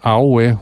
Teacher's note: The word for hand is awe, which is low, high, low.